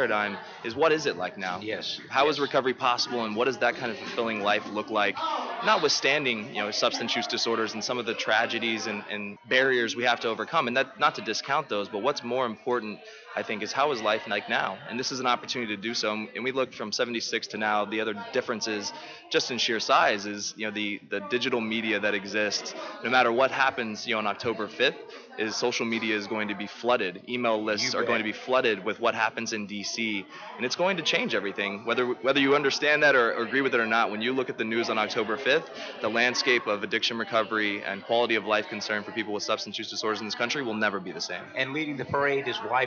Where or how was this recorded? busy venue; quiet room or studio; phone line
busy venue